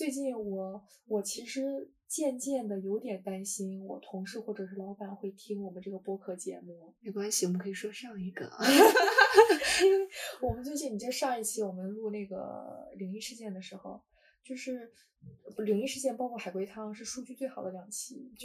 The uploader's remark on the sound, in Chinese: 下次录制我们会尽力给大家带来质量更好的音质的。由于我俩不熟悉设备导致没有发挥出话筒最好的性能，结果还是iPad录音拯救了这期。